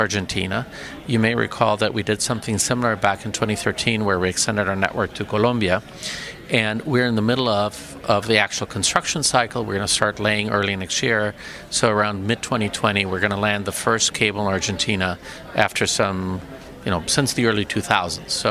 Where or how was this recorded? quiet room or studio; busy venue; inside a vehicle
busy venue